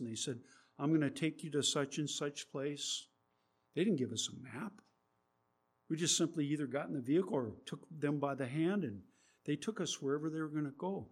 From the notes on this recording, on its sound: There is a low level buzzing in the recording. We tried to reduce the buzzing as best we could.